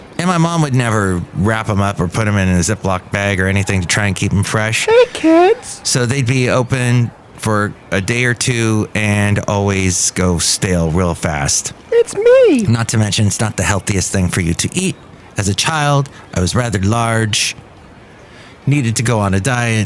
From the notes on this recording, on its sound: podcasts live from Café Anyway